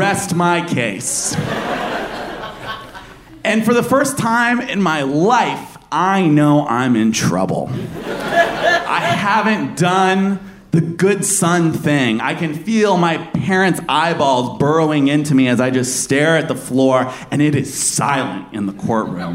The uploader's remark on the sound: Live From San Fran 2016